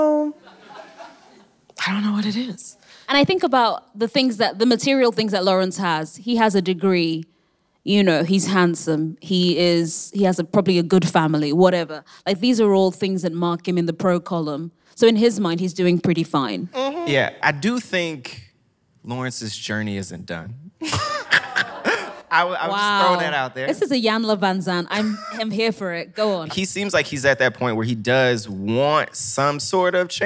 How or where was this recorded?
live audience